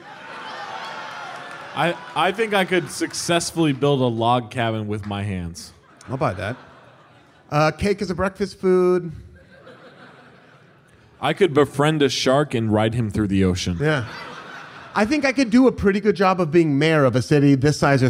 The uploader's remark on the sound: LIVE AND DIRECT FROM PORTLAND!